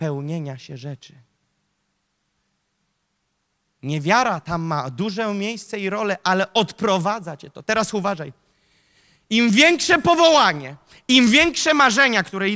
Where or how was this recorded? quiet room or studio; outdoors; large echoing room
large echoing room